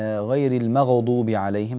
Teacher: هذه الغين لا ينبغي أن تتقلقل